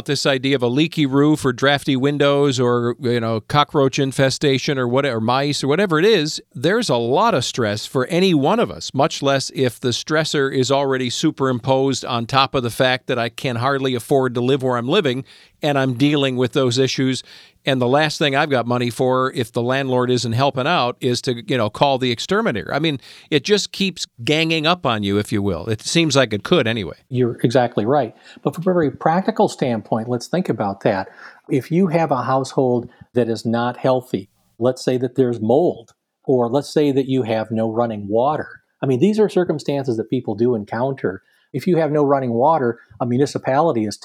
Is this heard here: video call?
no